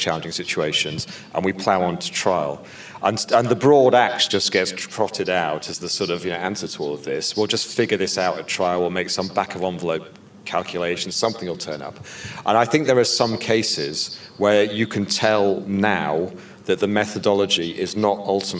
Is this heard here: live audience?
yes